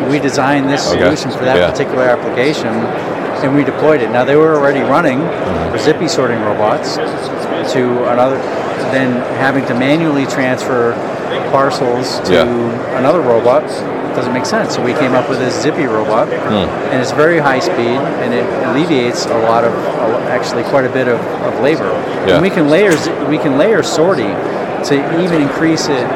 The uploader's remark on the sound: live from Manifest 2023